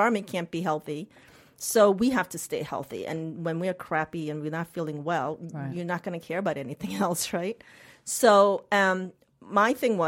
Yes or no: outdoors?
no